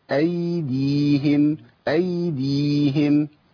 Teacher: ياء لين بيمشي فيها الصوت شويه